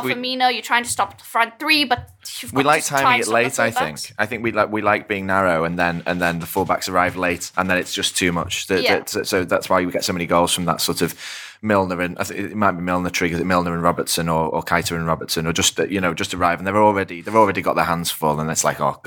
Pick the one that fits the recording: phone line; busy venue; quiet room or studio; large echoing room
quiet room or studio